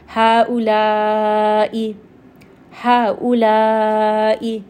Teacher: some shuyukh recite this as a two-count mad